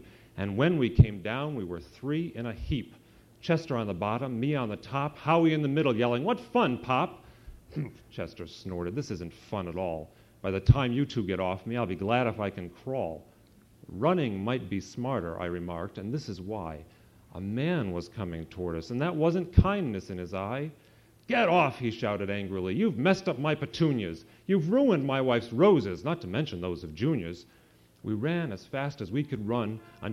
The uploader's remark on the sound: authors take turns reading books, many illustrated, to an audience of children and adults